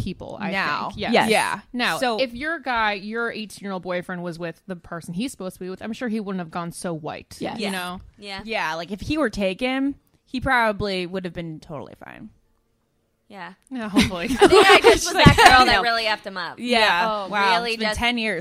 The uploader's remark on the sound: Live from Wango Tango. Because she’s backstage at iHeartRadio’s Wango Tango.